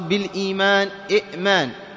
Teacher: أبدلت الهمزة الثانية الساكنة ياء لأن الياء يناسب الكسرة